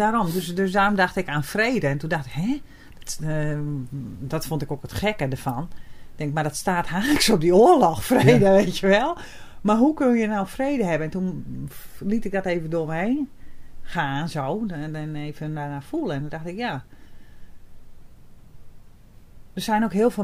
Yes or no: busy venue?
no